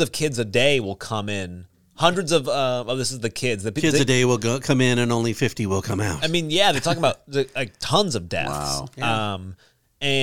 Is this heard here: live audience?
no